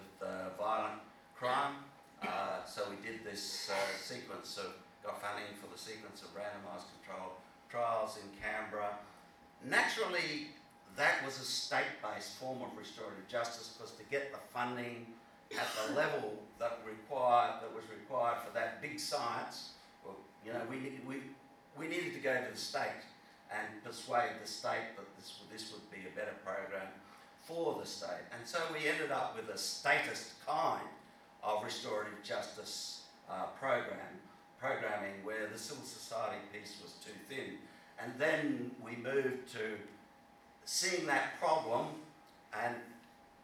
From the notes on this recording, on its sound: at the Restorative Practice Forum NI International Conference that took place in Belfast in 2019